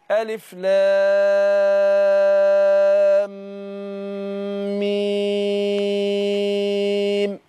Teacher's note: يعني اقول لها هنمد اللام في الف لام، اللام بنمدها ست حركات، وبعدين الميم بديها غنة حركتين، لان زي ما لسه بنقول دلوقتي ايه ادغمنا الميم في الميم، فبننطقها ميم واحده مشدده بتاخد غنة حركتين. فاللام بديها ست حركات، والميم بتاخد غنة حركتين، والميم في الاخر بنديها ايه بنمدها برضو ست حركات